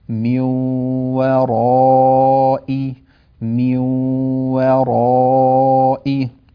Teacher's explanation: إن الذين ينادونك من وراء الحجرات، الآية الرابعة من وراء، هنا إدغام بغنة نون ساكنة أدغمت في الواو، و ميو و الواو الثانية مرققة وبعدها حرف الراء المفخم، ميو وراء ميو وراء، فلا نفخم الواو نقول ميو وراء، تمام، نرقق الواو ثم نفخم الراء بعدها